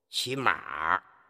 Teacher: 这个码儿它就是在阿的基础上加上卷舌色彩